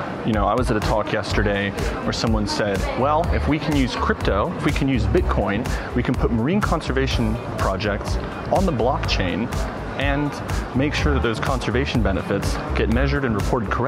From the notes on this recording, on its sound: Live from COP28.